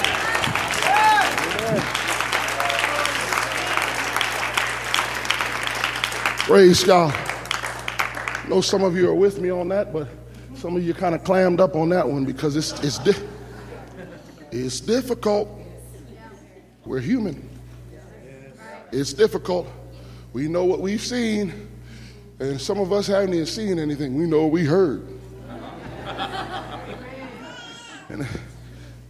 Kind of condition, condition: setting, large echoing room